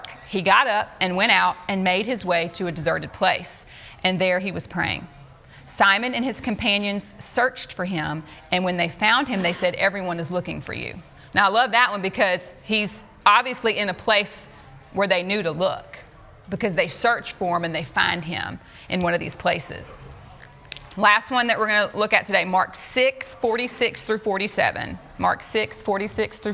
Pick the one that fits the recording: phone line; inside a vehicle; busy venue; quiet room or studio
busy venue